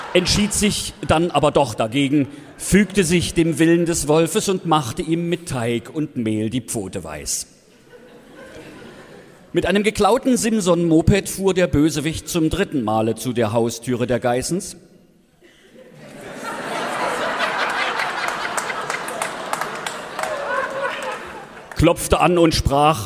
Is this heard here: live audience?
yes